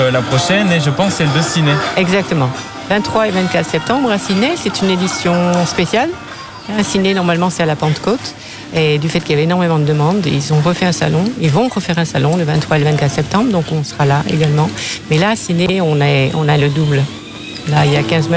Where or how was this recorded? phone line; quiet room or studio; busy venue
busy venue